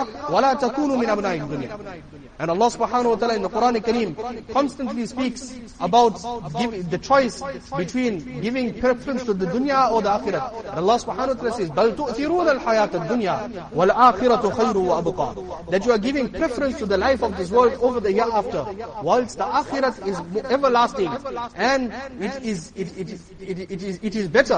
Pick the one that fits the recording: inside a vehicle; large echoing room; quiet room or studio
large echoing room